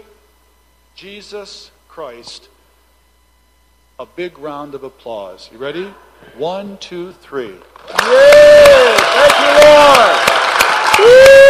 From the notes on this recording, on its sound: Recording from Saturday evening's prophetic services